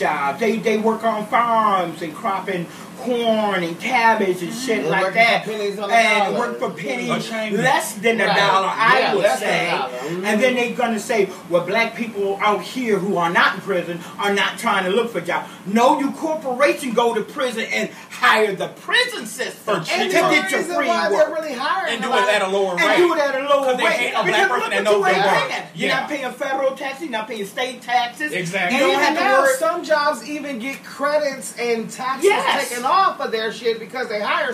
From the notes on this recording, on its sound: We put the recorder in the middle of the table and just started talking, so we apologize if there's a little background noise.